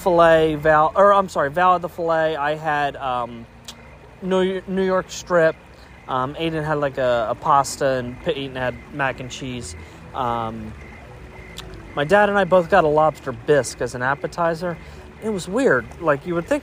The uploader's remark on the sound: we do a walk and talk at Disney’s Wilderness Lodge